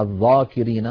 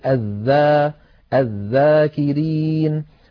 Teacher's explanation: فلا استعلاء ولا تفخيم في الذال · Shown in: second take · Term: مستفل